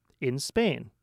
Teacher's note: after in Spain, take a quick pause. Spain is emphasized because it is telling us key information. In this case, where the sentence is taking place.